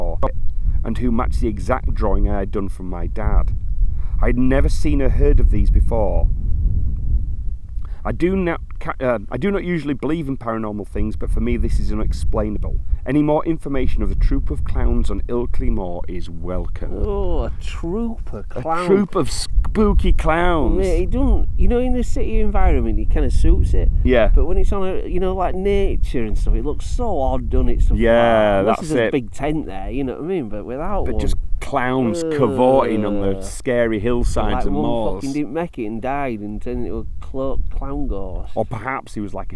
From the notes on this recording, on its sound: on location on Ilkley Moor, Yorkshire